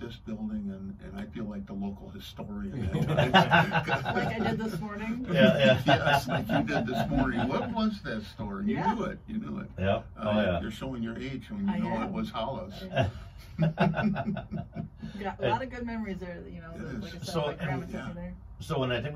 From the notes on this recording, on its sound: Apologies if there are any audio issues, you may have to turn up your volume a bit. There were some issues in studio with the sound for the second part.